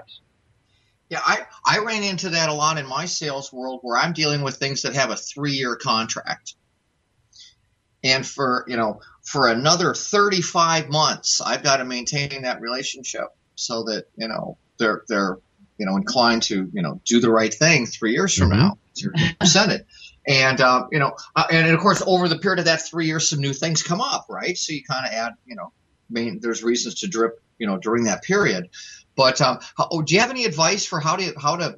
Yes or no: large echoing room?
no